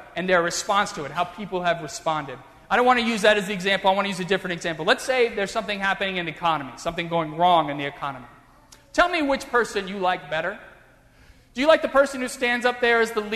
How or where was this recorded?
large echoing room